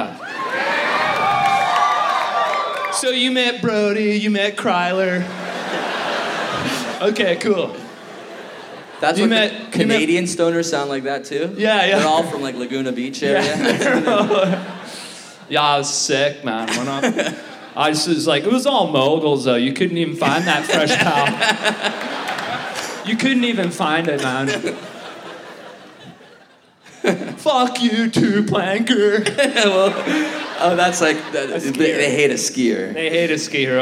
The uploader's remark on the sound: Recorded Live at the Vogue Theater as part of Just For Laughs: Vancouver!